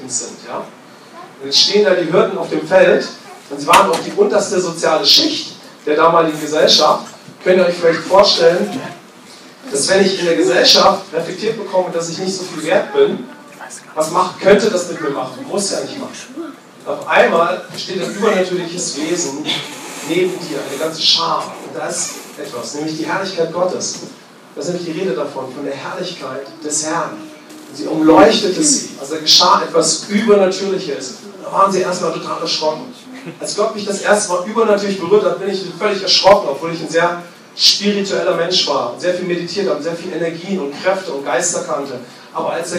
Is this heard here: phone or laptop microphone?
yes